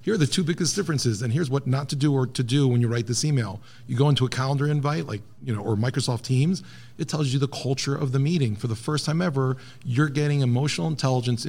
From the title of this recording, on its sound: Live from SHRM Talent